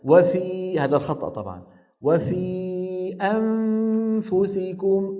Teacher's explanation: عم يضرب الشفة السفلى بأسنانه العليا الضرب، وبالتالي شو عم يعمل؟ عم يغلق المخرج